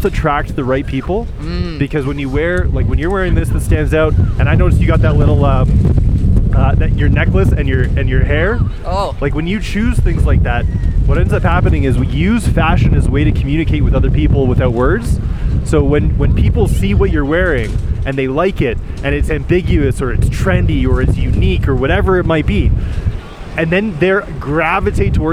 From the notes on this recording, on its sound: Traveling west of Denver to a small town at the edge of the Rockies (you guessed it, Boulder). He sets up microphones in the streets and talks with random people about what's happening for them in life.